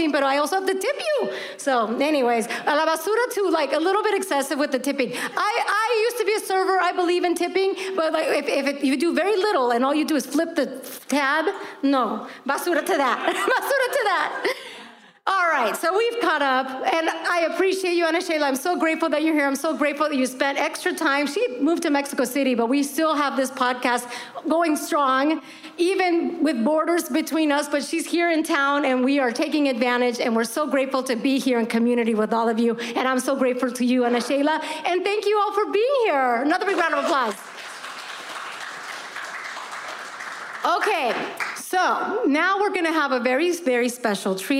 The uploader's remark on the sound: This episode was recorded in front of a live audience during “Tamarindo Live: A Celebration of Community” at The Pop-Hop in the Highland Park neighborhood of Los Angeles, where a beautiful community of Tamarindo listeners joined us.